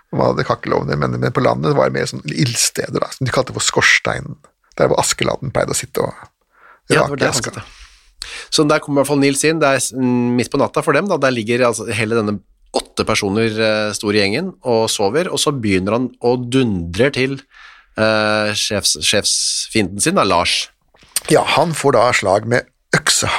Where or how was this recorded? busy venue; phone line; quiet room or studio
quiet room or studio